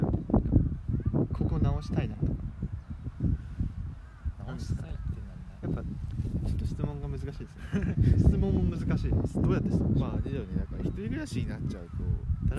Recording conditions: wind noise